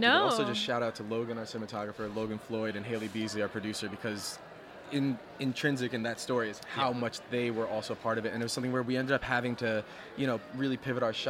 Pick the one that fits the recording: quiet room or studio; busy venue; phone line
busy venue